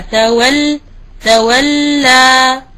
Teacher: آتي باللام الساكنة ثم بعدها لام مفتوحة